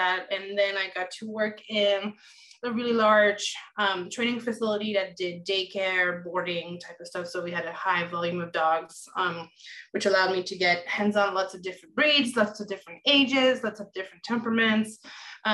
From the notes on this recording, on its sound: Recorded Webinar